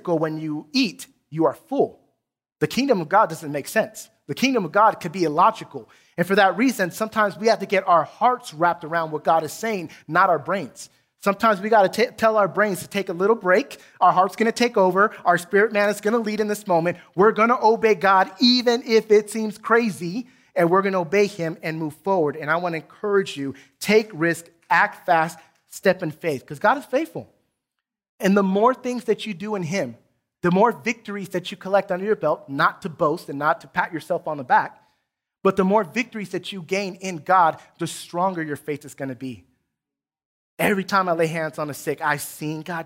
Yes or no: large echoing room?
yes